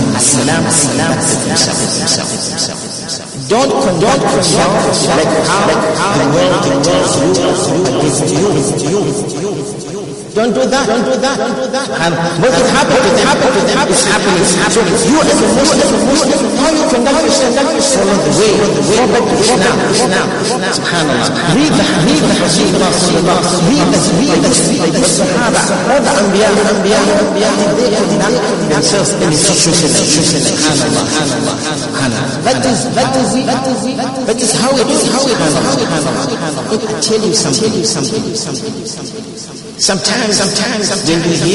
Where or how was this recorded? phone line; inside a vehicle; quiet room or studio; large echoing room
large echoing room